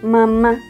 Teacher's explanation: la A es una vocal abierta y pues es muy sencilla de hacer